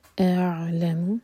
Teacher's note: جھٹکنا دے مغ نہیں کہنا مغفرہ میم لائٹ آگے ہوا اعلم حمزہ ایک حرکت کھینچنے کے بعد عین کو ٹچ کریں گے حمزہ اور عین کا ساؤنڈ مرج نہ ہو